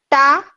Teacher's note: آپ کا تا اتنا شدید ہے کہ اس میں ایئر نہیں آ رہی، یعنی تن یعنی بہت نا تا تا آواز ہے.